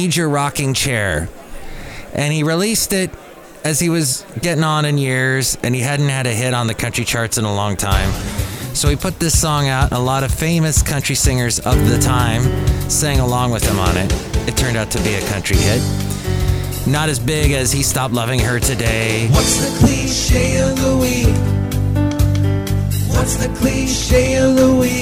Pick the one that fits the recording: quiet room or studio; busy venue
busy venue